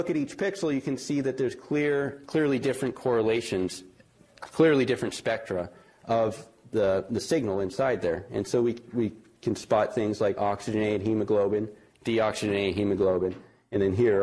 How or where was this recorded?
large echoing room